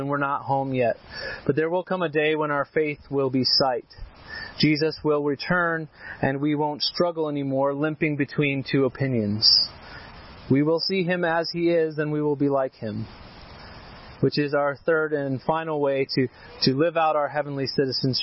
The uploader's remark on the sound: This sermon was preached at our annual outdoor worship service and picnic on the Chrystal River.